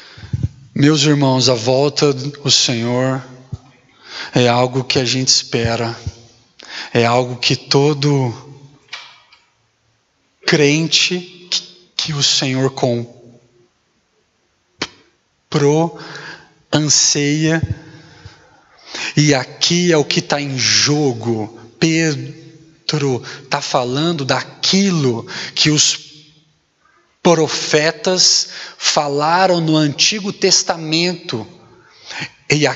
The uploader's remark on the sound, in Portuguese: Mensagem gravada na Igreja Batista Jardim Minesota